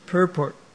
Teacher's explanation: Purport, the noun, is pronounced purport. No, it is stressed on the first syllable